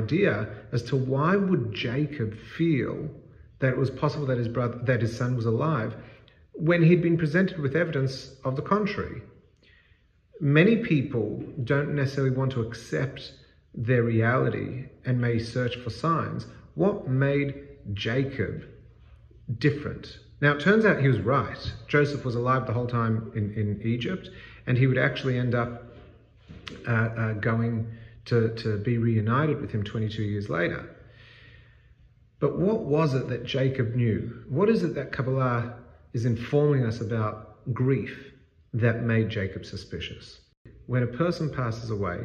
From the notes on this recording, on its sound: This segment is part of a larger talk and was recorded in a large space with a powerful echo.